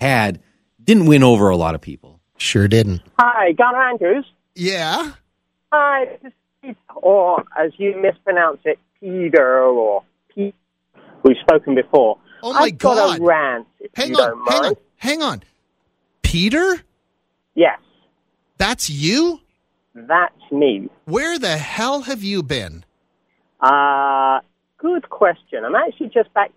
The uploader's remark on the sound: they get a phone call from an old friend